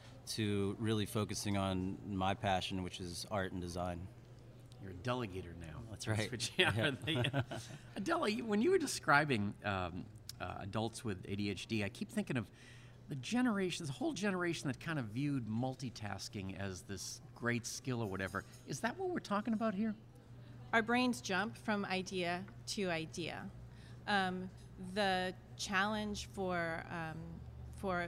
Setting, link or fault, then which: setting, busy venue